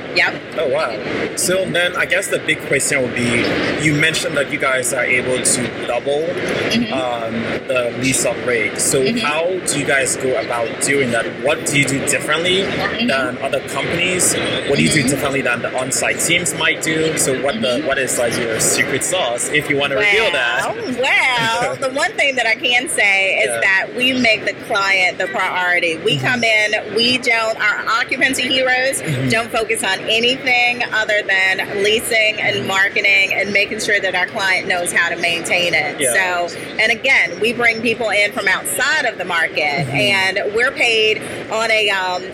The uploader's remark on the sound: LIVE AT NAA